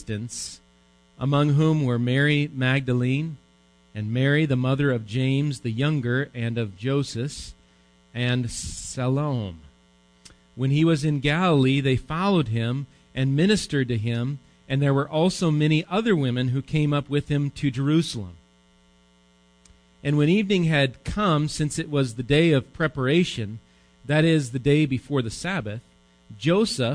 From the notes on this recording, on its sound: Recorded live at Bethany Bible Church.